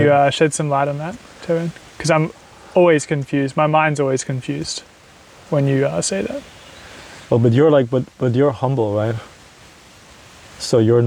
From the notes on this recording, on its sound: In the Yurt. It's a completely spontaneous, authentic experience, with natural silences, the sound of tea being sipped, the wind howling above, and the rain falling on the roof.